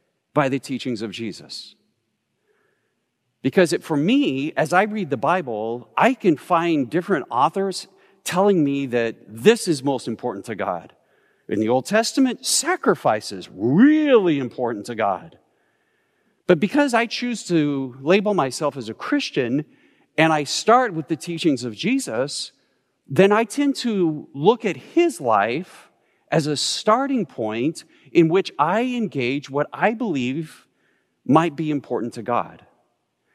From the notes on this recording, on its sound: Recorded live at Beatitudes Church in Phoenix, AZ